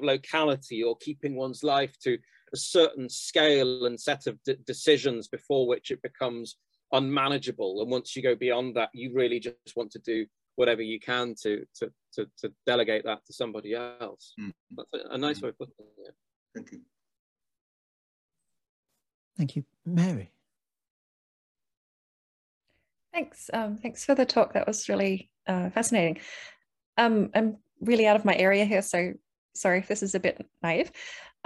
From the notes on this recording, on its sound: The seminar took place over Zoom